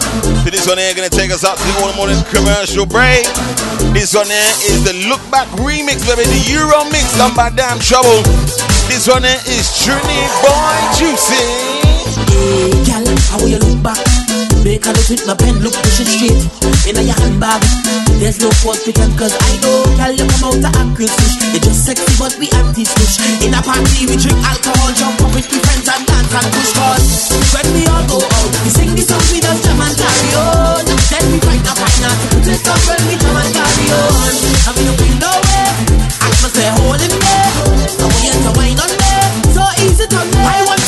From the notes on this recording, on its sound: The weekly party before the party returns live from the Rotterdam Carnival weekender.